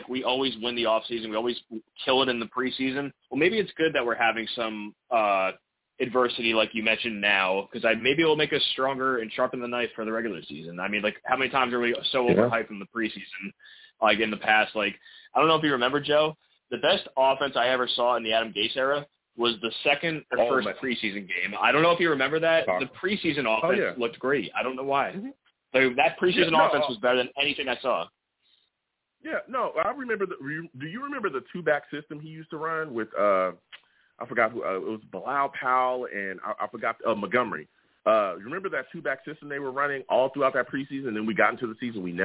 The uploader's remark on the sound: I take live callers as well!